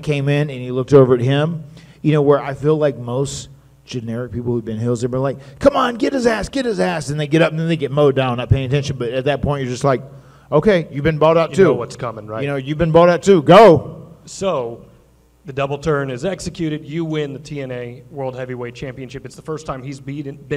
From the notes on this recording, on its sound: special live stage show at WrestleCade!